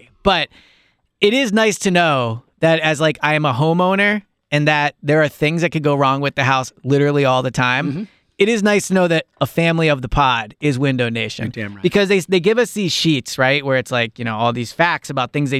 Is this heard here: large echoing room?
no